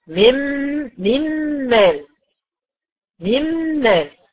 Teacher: أنا لما قلت ميمال مفيش صوت للنون خالص، ليه؟ لأن النون دخلت كلية في الميم · Term: ادغام كامل بغنى